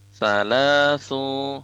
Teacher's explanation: Wafisaluhu salasu, ya, salasu, sa-nya panjang, sa-nya itu tidak panjang tapi satu harokat, lamnya baru panjang dua harokat